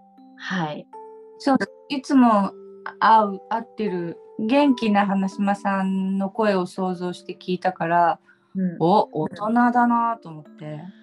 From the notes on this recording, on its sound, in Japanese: 録音は…ひとりでやります。Zoomにてリモート収録。